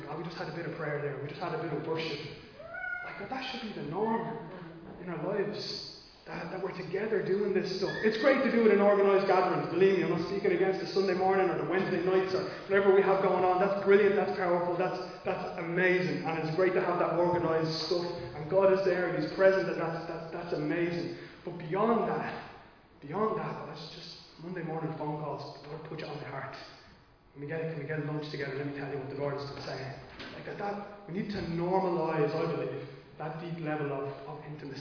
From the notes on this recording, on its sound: Recorded live in Liberty Church on 26 June 2022